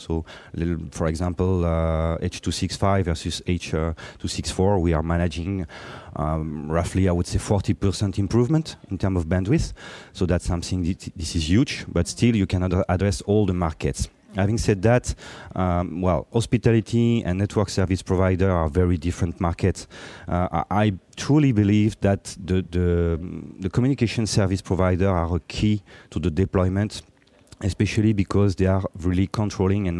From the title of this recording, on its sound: Intel Chip Chat LIVE from IBC 19 in Amsterdam